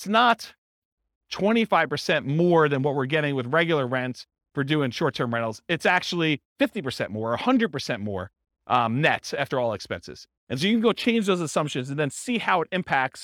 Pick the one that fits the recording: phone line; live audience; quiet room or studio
live audience